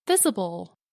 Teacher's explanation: We pronounce both endings with a schwa.